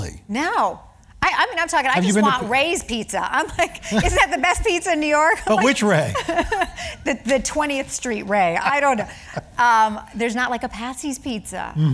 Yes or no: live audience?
yes